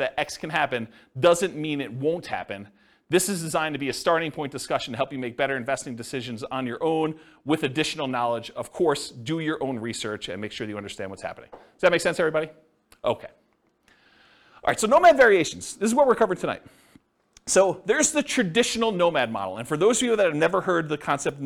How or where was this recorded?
live audience